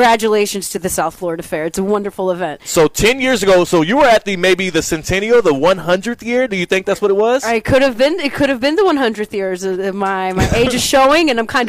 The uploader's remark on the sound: live from the South Florida Fair!